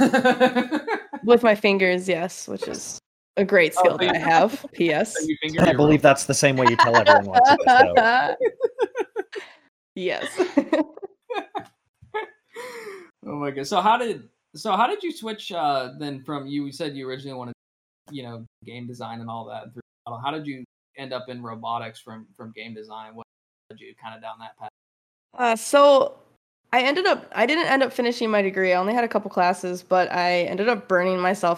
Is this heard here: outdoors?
no